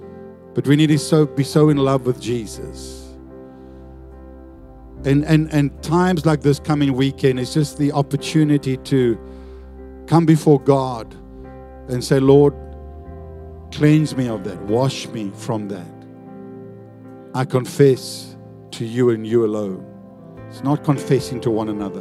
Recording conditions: large echoing room